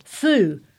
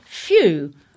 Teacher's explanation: my peers in Old Norwich would pronounce the word few as foo · Shown in: first take